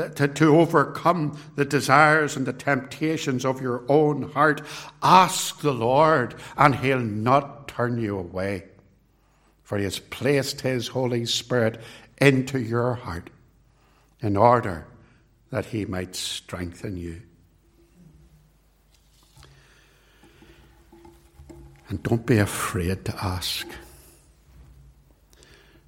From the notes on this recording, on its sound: It was recorded at Templepatrick